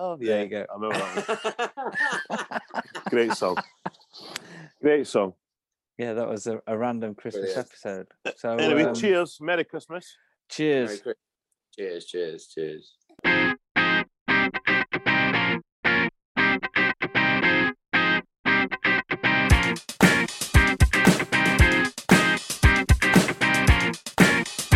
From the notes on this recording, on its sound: Zoom to the rescue! Raise a glass from the comfort of their homes!